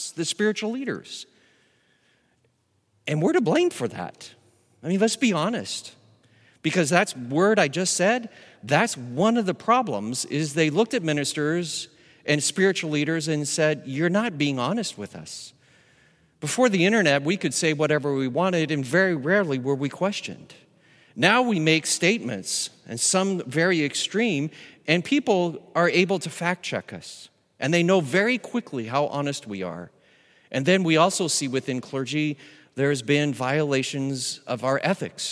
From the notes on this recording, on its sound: Recorded live at Beatitudes Church in Phoenix, AZ